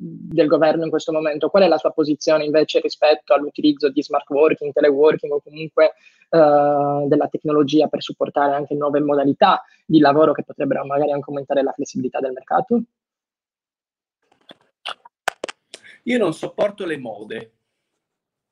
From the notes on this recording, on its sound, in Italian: Ci scusiamo per la qualita' audio di questa live, come potrete constatare abbiamo avuto dei problemi di connessione che sfortunatamente non ci hanno e vi hanno permesso di fruire di questo episodio a pieno.